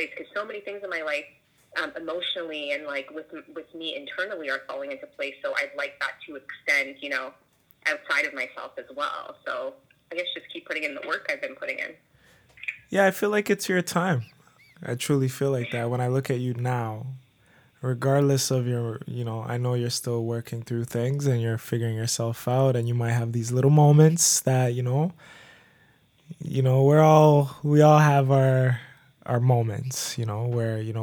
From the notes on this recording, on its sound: We practice social distancing by having an in-depth phone conversation with one of the newest members of our club.